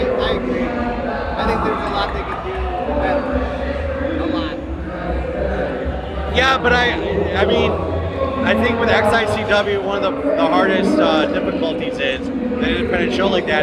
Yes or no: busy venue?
yes